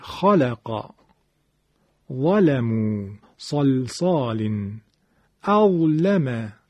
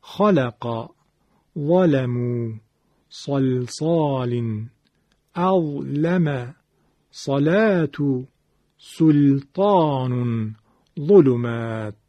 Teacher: در سایر کلمات غیر از الله حرف لام بدون استثناء ترقیق میشود